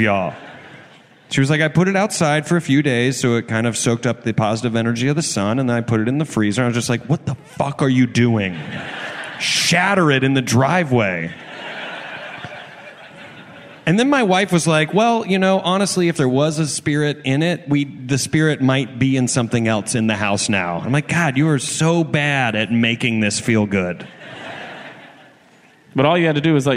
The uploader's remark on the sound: This week we come to you live from Clusterfest! First, we set up a brand new pair of pen pals from the audience.